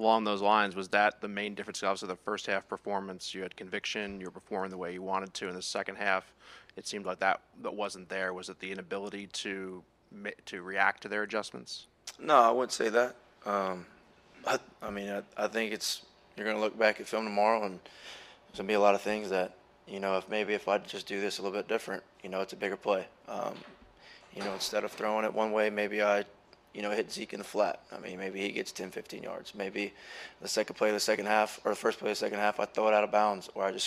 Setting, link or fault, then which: setting, busy venue